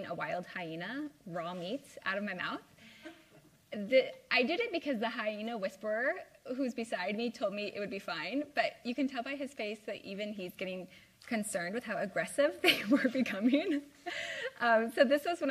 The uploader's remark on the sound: LIVE at Pittsburgh University Speech. This is a live presentation I gave at Pittsburgh University in September 2023 for the Center of African Studies. Live Q&A with the students.